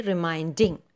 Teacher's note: another three syllable word in which the second syllable is stressed